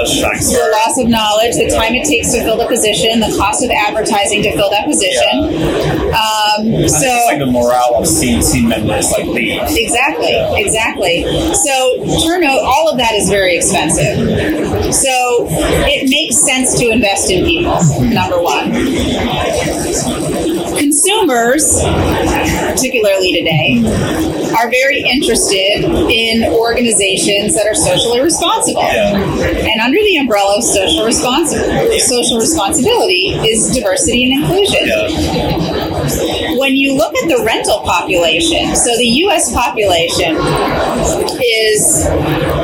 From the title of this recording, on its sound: LIVE AT NAA